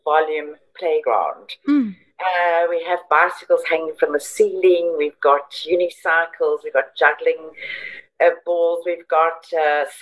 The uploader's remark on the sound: I got on a Zoom.